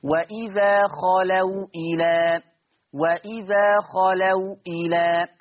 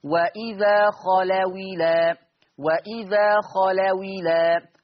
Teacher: الواو الساكنة تحركت بحركة الهمزة فأصبحت واو مكسورة · Shown in: second take · Term: النقل